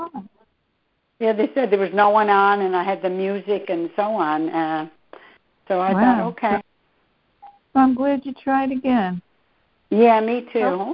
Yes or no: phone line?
yes